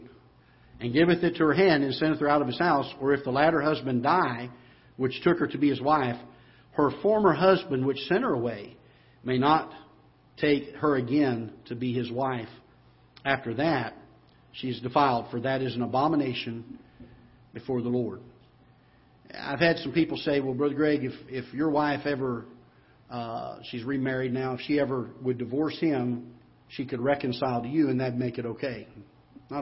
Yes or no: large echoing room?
yes